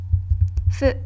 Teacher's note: Fu is pronounced not with an F, but like the sound you can make when you blow out a candle.